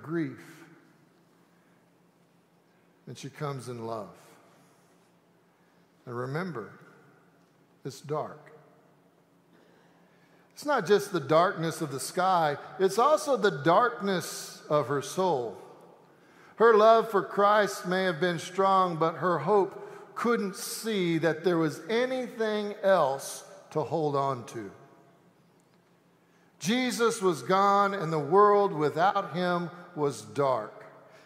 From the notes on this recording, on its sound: Easter Sanctuary Service.